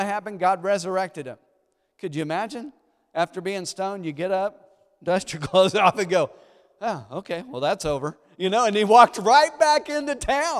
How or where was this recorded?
large echoing room